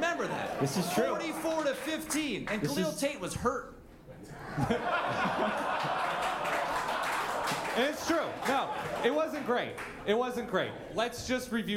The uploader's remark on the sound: For two live shows and two nights of drafting. This audio is an edited version combining both live shows into one episode.